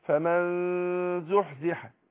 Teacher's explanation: بخفي النون، بجيب الغنه اللي بيبقى من النون الغنه · Term: الاخفاء